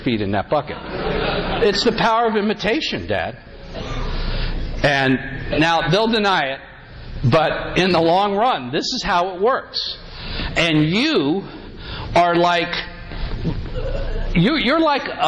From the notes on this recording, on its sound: Today’s episode is a recording from a talk. At a Catholic Men’s Conference.